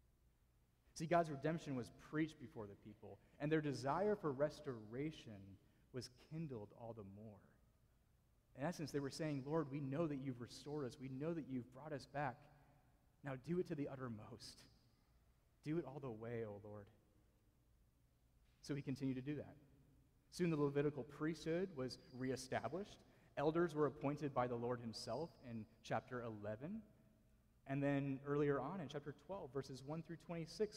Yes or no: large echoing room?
yes